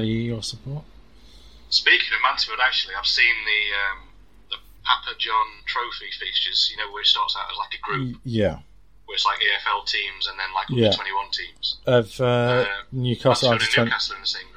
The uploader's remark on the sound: apologies for the audio issues